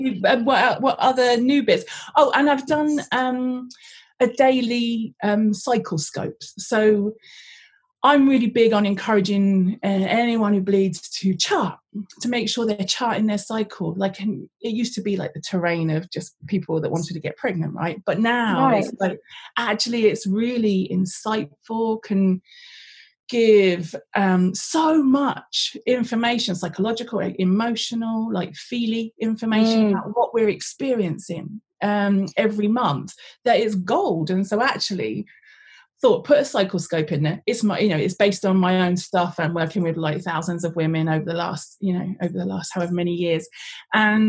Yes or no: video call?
yes